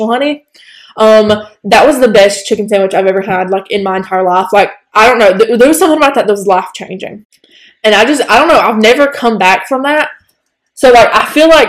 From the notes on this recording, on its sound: It was chaotic. We had a few audio problems but they should be entirely fixed by next episode.